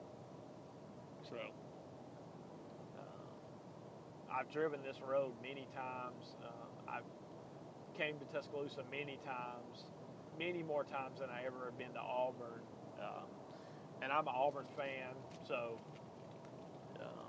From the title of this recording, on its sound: driving home from Tuscaloosa